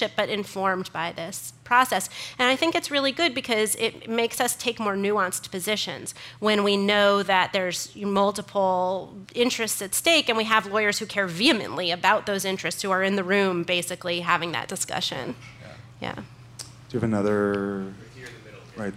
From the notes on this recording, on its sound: Part of The Long Now Foundation's “Conversations at The Interval” Salon Talks. These hour long talks are recorded live at The Interval, our bar, cafe, & museum in San Francisco.